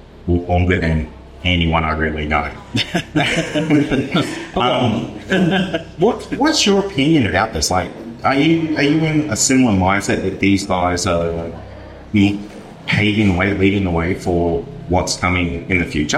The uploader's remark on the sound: Cardwell UFO Festival Live Show. This is a replay of the live round table discussion held at the Australian UFO Festival in Cardwell in August 2023.